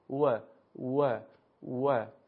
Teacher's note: ولی در زبان عربی و در زبان فصیح زمانی که شما میخواد حرف واف رو تلفظ بکنید هیچ تماسی بین دندانها و لبها ایجاد نمیشه، بلکه لبها به حالت غنچه در میاد و حرف تلفظ میشه.